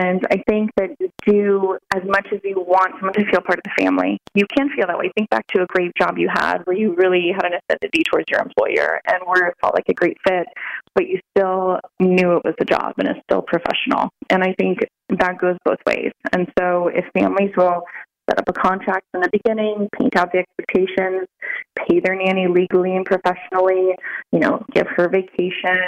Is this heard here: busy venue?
no